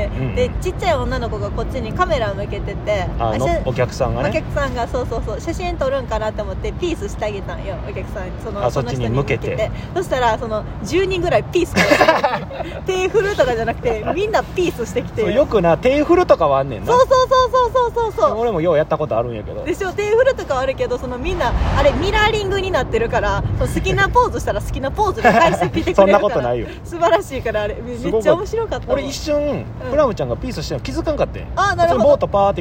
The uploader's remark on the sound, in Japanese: 野外のため雑音多め